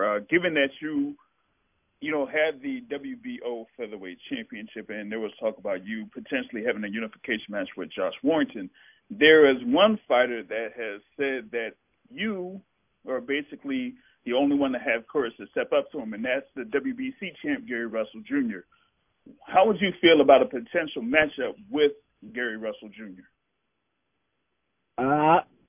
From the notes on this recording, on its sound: Media Conference Call